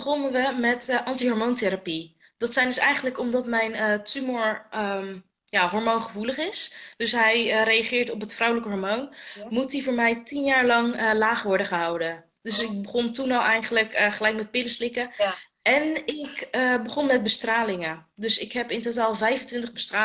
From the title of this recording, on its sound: Instagram Live